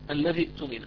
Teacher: إذا عندي همزتان، إذا أنا بدي أوصل كلمة اؤتمن بما قبلها، يعني أقرأها هكذا: الذي اؤتمن، هكذا الذي اؤتمن، وصلت كلمة الذي اؤتمن، هنا همزة الوصل تسقط ليس لها وجود، نقرأ فقط همزة القطع